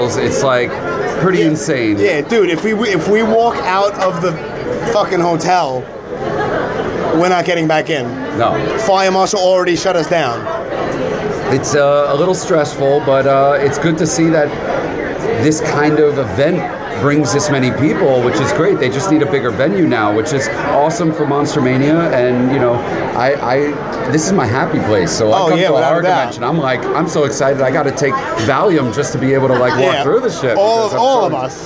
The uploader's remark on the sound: Live from Monster-Mania. At the Monster Mania Convention in Cherry Hill, New Jersey.